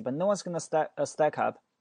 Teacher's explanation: 这个辅音 k 和后面这个 up 连在一起一个连读